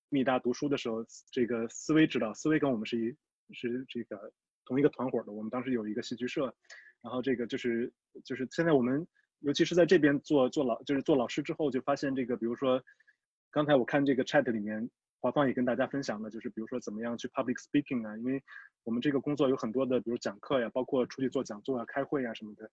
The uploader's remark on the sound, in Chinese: 这期给大家带来了今天夏天我们组织的一场在线活动的录音